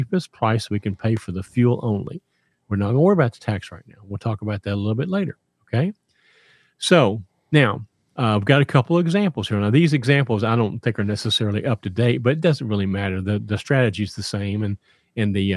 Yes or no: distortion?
no